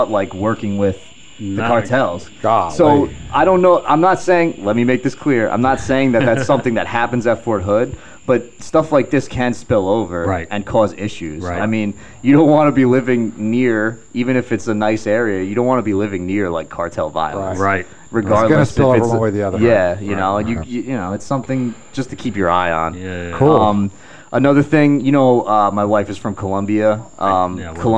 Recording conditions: sounds in the background